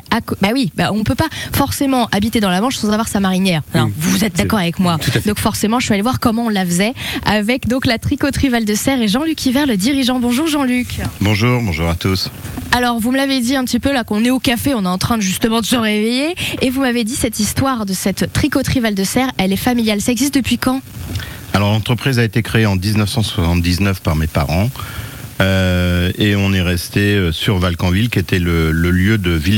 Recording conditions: busy venue